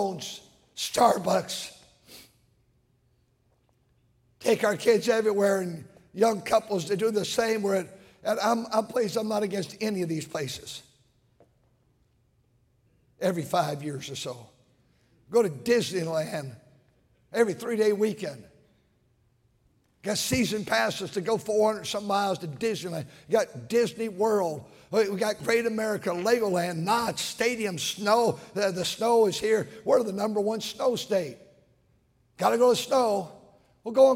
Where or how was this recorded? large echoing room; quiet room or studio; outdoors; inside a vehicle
large echoing room